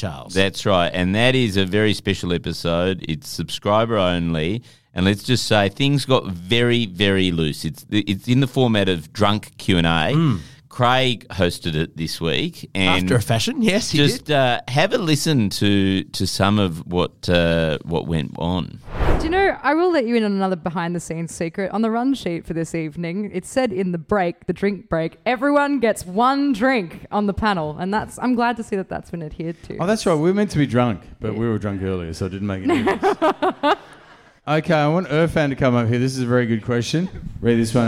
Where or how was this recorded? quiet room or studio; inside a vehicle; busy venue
busy venue